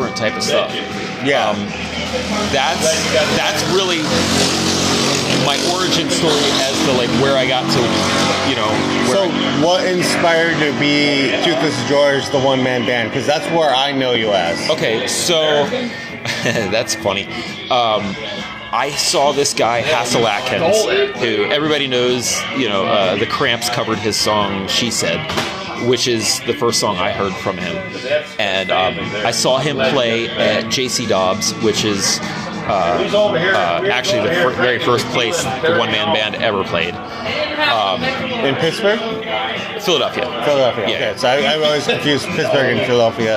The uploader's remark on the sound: live at The Tower